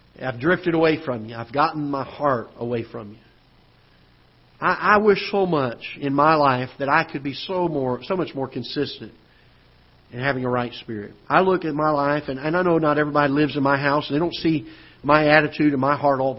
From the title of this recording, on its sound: Ketha Heights Baptist Church ~ Live Broadcast